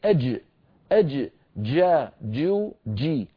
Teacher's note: الجيم الفصيحة بدايتها انقفال ونهايتها انفتاح، لذلك بعلم الأصوات يسمونها حرف انفجاري، حرف انفجاري لأن بدايته انقفال، ليست بدايته رخاوة كما نفعل نحن أهل الشام.